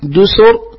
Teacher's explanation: دسر تفخم، نعم، لأن وقع قبلها مضموم